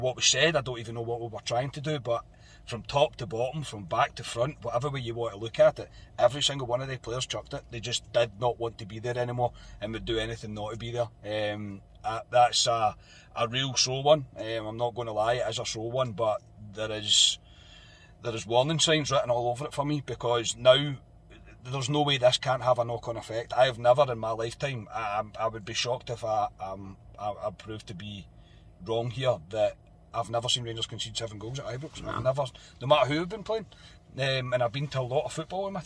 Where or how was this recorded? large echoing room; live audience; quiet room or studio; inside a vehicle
inside a vehicle